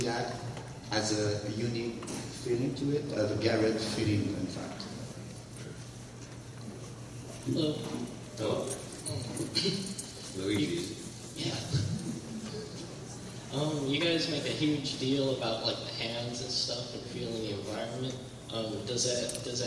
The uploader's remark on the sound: A panel hosted by Thief Game Director. Hosted at San Diego Comic Con 2013.